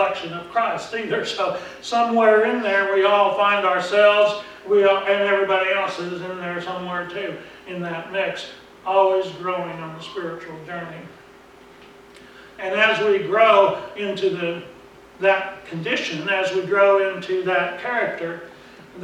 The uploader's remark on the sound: Preached at Briensburg UMC on November 3, 2019